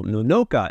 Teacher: So a lot of people would often go Nonoka, and that second no would be up on an incline, but you don't want to do that.